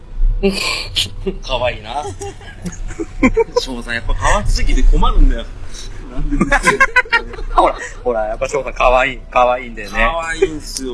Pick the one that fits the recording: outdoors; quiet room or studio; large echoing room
outdoors